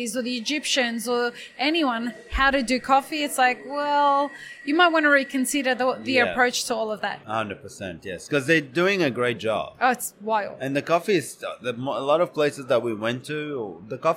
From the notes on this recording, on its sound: Live series from World of Coffee Dubai. Who joined us live as the official podcast partners for World of Coffee Dubai, and recorded podcast episodes from the show floor.